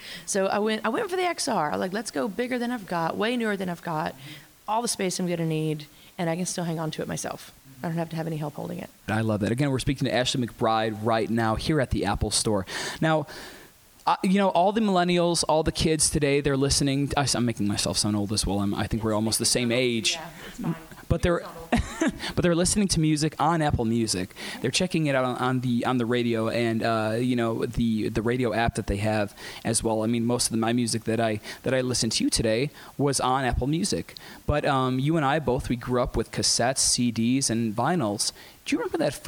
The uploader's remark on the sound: Live at Chicago’s Apple Store before her intimate Apple Music’s Up Next Live performance.